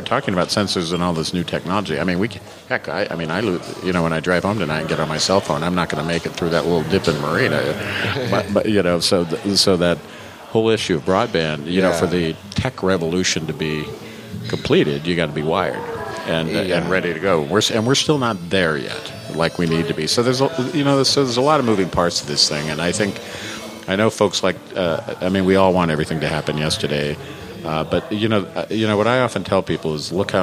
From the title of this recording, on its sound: May Open Mic at The Press Club